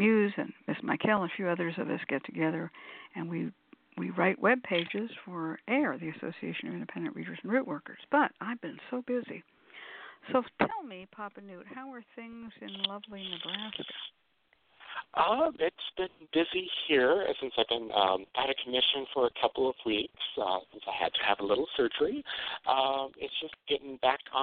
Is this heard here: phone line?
yes